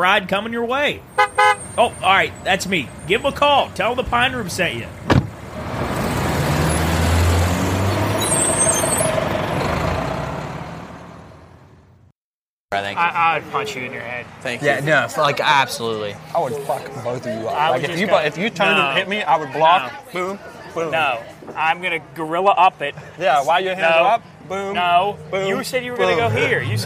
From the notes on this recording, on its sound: To start the show this week - the guys take up recording at Kegler's Sports Bar and Lounge in Morgantown, WV.